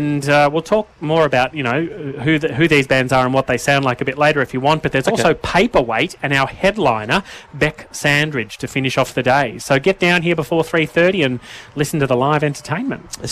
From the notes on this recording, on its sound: a special outside broadcast live from the 2023 OUTintheOPEN Festival Carnival Day from the Queen's Gardens in Shepparton